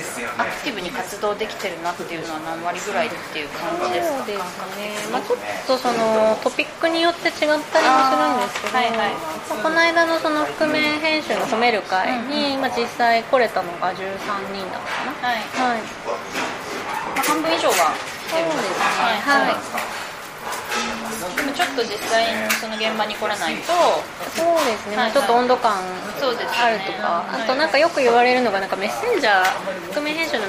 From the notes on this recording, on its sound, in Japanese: 雑音ごめんね